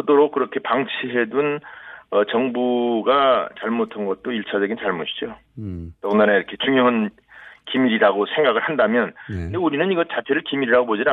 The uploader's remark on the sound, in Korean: 릴레이 전화연결